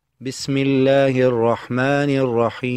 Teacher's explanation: فالياء في كلمة الرحيم ساكنة، ما قبلها وهو حرف الحاء مكسور، فيطال الصوت فيها بمقدار أكثر من حركتين · Term: إطالة الصوت